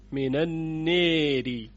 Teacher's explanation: شما الف رو به سمت یا میل بدید، یعنی الف رو صدای کشیده آ رو که معمولا قراء با فتح میخوانند، مثل کلمه من الناری یا النهاری صدای ا، این رو میل بدید به سوی یا. · Term: اماله